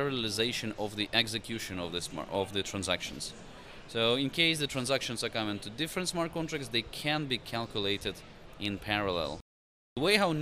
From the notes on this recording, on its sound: Live from Consensus 2023!